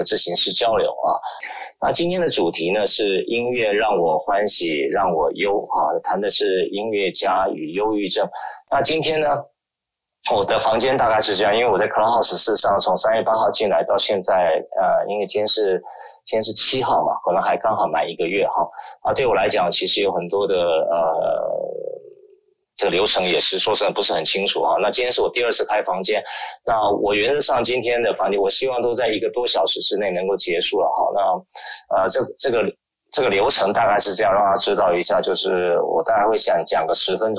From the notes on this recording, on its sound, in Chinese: 本節目於2021.4.7於clubhouse上演說並現場錄音。現場錄音，原先只存檔用並無公開，音質上請多多包涵。